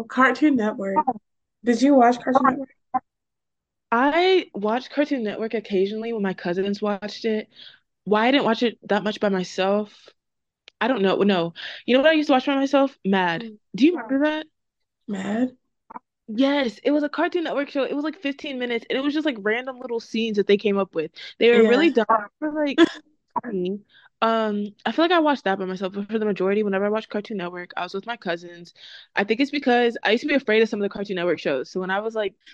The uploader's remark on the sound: We're remote again this episode so if it sounds weird bear with us